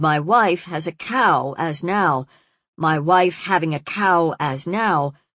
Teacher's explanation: That the stresses almost all occur singly gives the sentences a peculiar rocking gait